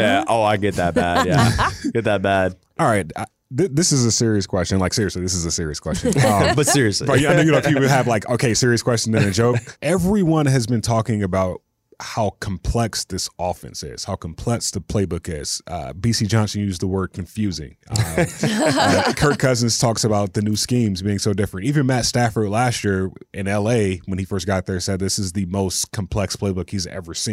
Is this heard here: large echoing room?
no